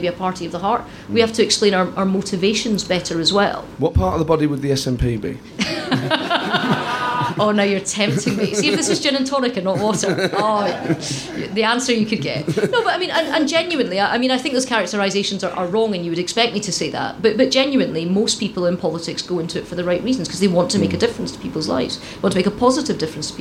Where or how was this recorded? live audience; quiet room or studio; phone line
live audience